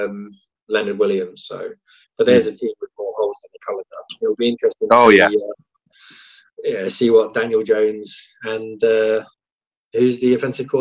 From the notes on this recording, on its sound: Isolation Edition. Get on a video call to record.